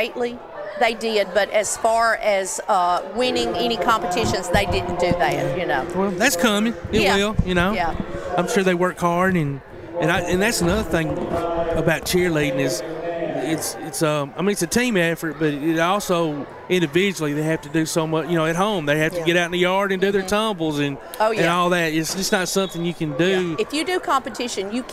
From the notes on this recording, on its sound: Live from the Limestone County Basketball Tournament at Ardmore High School